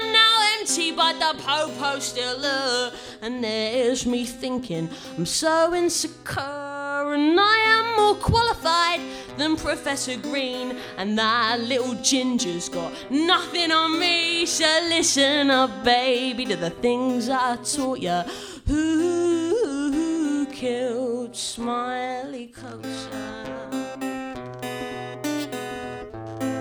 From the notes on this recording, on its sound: Recorded at the Stand Up Tragedy night that took place at The Dogstar in Brixton on July 4th.